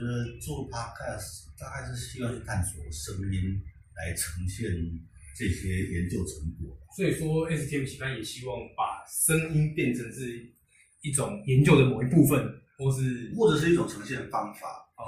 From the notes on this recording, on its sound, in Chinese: 首次錄製音質有待加強，建議使用耳機聆聽。